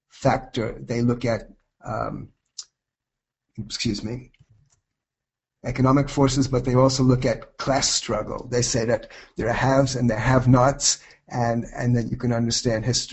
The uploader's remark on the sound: This is a lecture (originally delivered as a webinar)